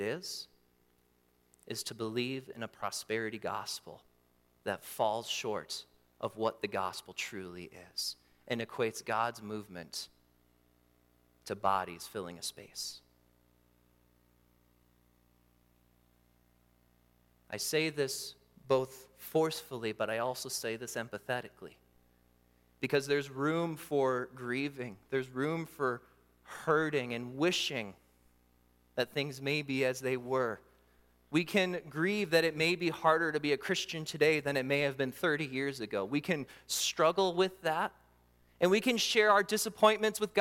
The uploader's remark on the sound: during the Morning Worship Service on Sunday, October 22, 2023, at Calvary Baptist Church in Battle Creek, Michigan